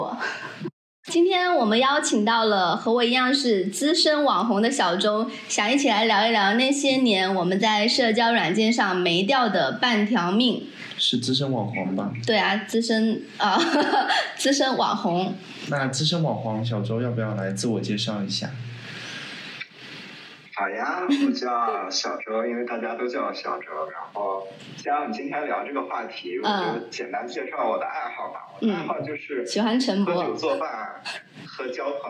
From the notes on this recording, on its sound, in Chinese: 这一期音频收音问题比较大，我后期调了很久还是没办法处理好